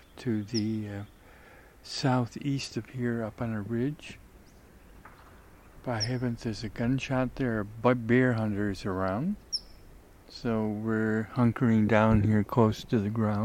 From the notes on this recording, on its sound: The meadow/ forest ecotone, where recording was made, OREGON.